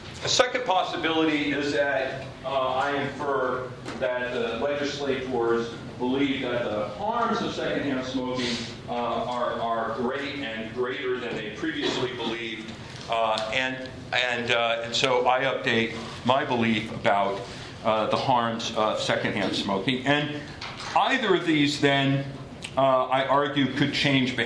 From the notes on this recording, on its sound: This talk was recorded on January 6, 2015, as part of the Chicago's Best Ideas lecture series.